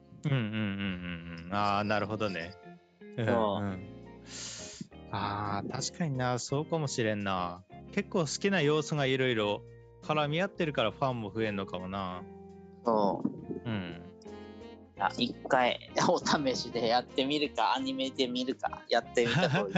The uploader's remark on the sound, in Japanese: zoom飲みの様子を配信